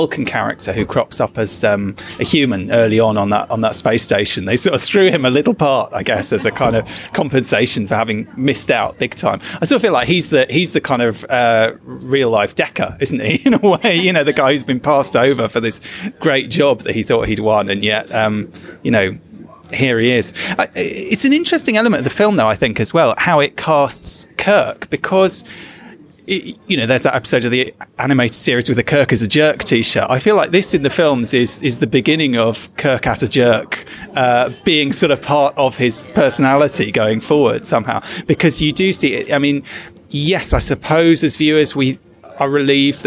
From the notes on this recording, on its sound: Recorded live at the Prince Charles Cinema in London’s West End. At an anniversary screening of Star Trek: The Motion Picture.